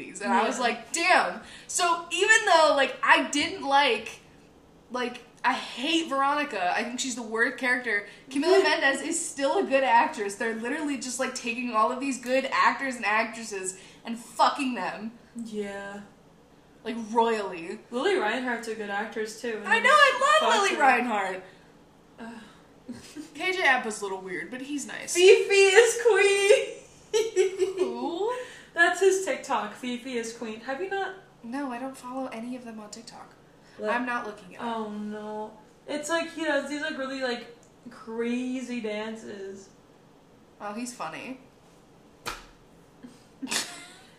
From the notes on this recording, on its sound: An episode with lots of technical difficulties